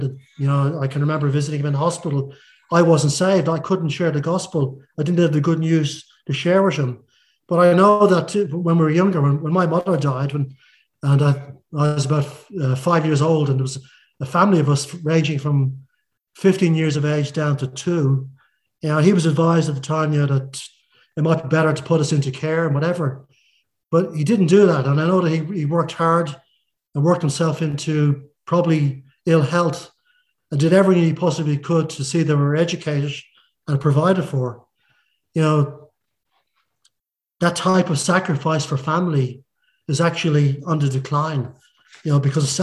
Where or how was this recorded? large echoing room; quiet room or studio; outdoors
large echoing room